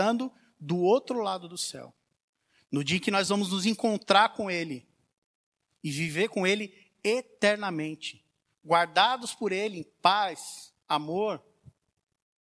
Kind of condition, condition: setting, large echoing room